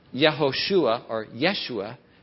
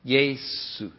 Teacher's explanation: But when you come over into the New Testament, which was written in a different language, you come from Hebrew into Greek. Greek doesn't have any sh sound. So sh becomes s. So Yehoshua or Yeshua becomes Jesus.